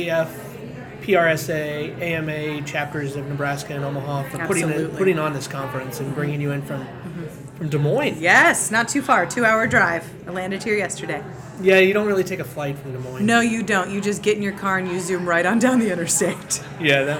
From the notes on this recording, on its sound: OnBrand Conference in Omaha, Nebraska. Right next to where the taco bar was being set-up.